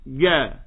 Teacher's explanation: الجيم يفتح مخرجها فجأة